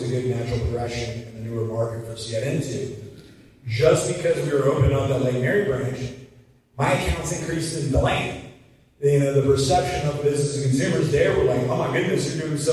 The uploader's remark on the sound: Clip 4 of My Keynote at the FSPA Conference